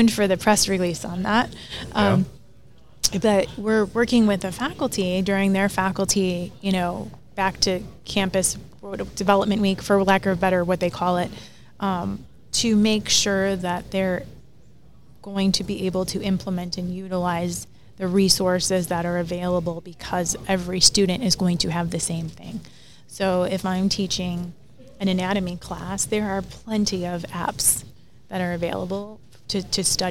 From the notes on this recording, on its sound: This special live episode was recorded on the show floor at the Times Higher Ed Digital US Event held at Illinois Tech in Chicago this past May.